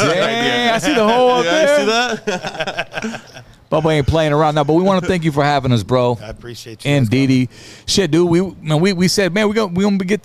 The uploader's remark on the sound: TODAY we are location LIVE from Bubba's Tacos in Ontario, CA!